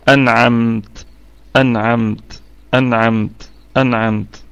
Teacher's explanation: ونراعي صفة الهمس في التاء حال الوقف عليها · الميم ساكنة في الدرجة الرابعة من درجات الغنة، ونقف على الكلمة بوجه واحد بالسكون المحض.